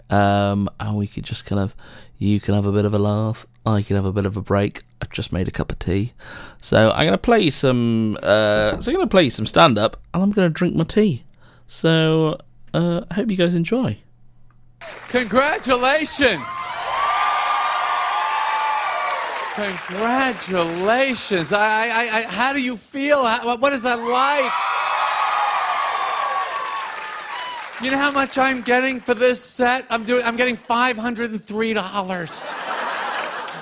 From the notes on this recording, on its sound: Tuesday night live comedy